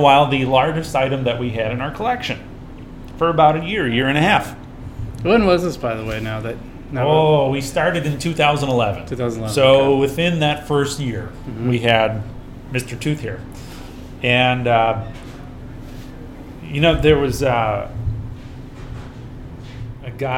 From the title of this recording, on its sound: Live at Daly's